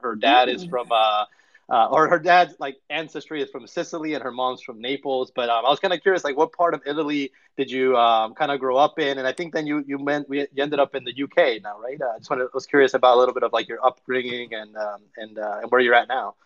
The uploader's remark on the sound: recorded live on Friday, December 9th, 2022 via a Twitter Space